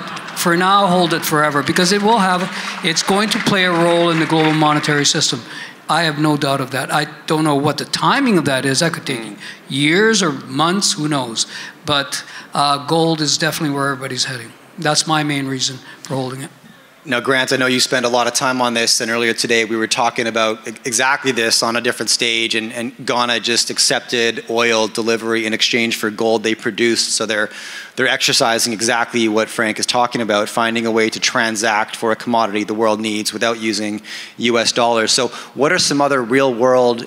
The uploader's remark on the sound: At the Vancouver Resource Investment Conference by a panel of legends.